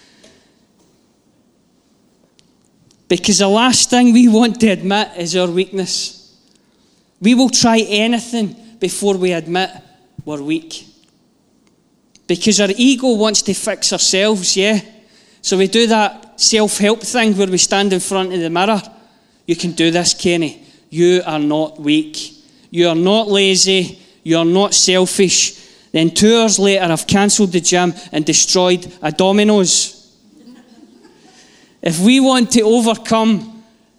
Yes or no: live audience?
yes